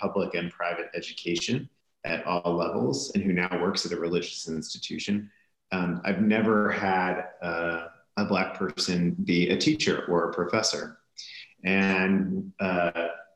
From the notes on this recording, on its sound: This conversation was recorded on Zoom.